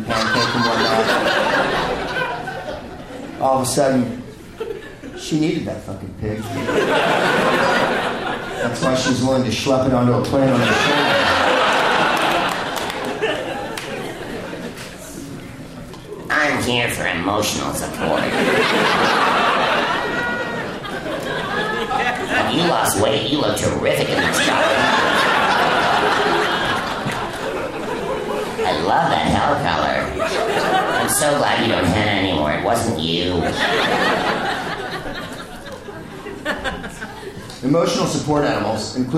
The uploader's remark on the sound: Live from the Bell House in Brooklyn, NY.